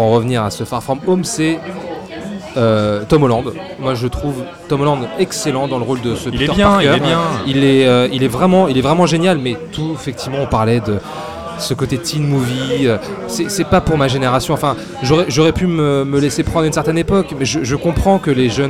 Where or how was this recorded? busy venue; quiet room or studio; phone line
busy venue